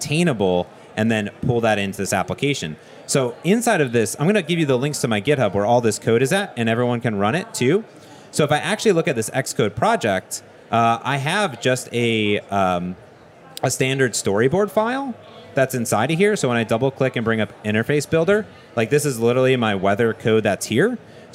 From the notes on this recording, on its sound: This episode is live at the Microsoft Build 2017 in Seattle